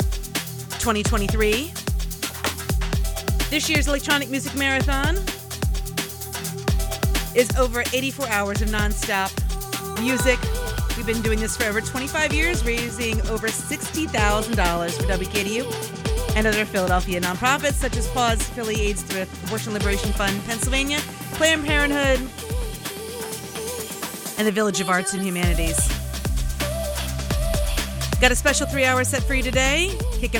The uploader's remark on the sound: Live from the 2023 electronic music marathon